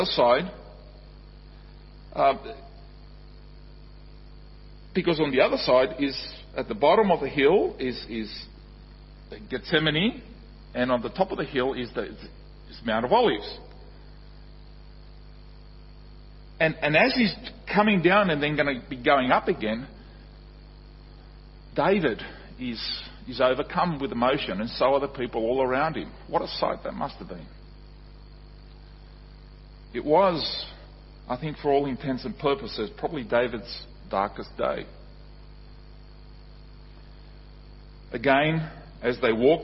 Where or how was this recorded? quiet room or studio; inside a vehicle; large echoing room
large echoing room